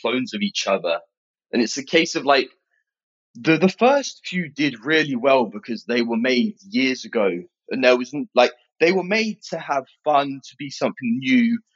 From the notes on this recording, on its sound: was recorded remotely